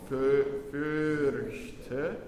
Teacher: the R should be flipped here. So just one roll. Fürchte. And no SH sound.